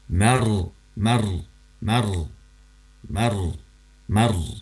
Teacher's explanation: Oke, fiha sururum marfu'ah, mar di sini sukun didahului oleh fathahnya huruf mim. Nah, jadi sukunnya karena terpengaruh oleh fathah huruf sebelumnya, maka sukun ini menjadi tebal, tuan ya. Mar, mar, mar, mar, mar, bukan mar tapi mar.